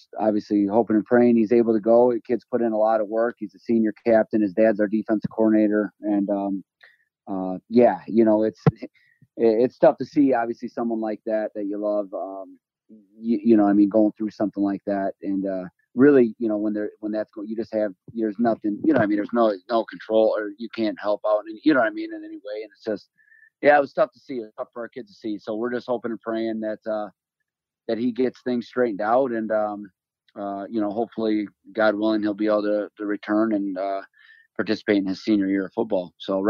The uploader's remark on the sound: spoke to me over the phone